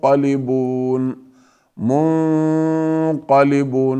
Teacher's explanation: لم نلفظ حرف النون، إنما أخفينا النون وأبقينا صفة الغنة، وبيتنا الغنة حتى نلفظ الحرف الذي سيأتي بعدها. · Term: الإخفاء